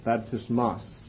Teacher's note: The word that is found here is baptismos, or baptismos, the emphasis on the last syllable, baptismos, or in the plural, moi, baptismoi.